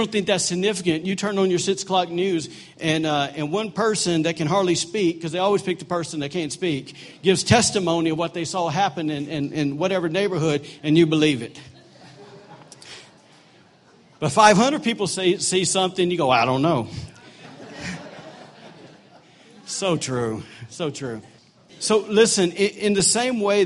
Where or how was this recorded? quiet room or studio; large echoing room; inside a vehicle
large echoing room